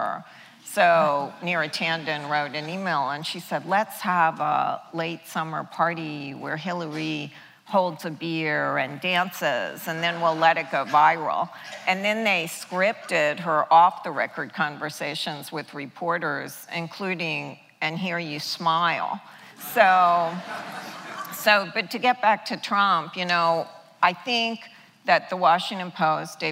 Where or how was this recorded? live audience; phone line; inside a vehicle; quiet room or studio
live audience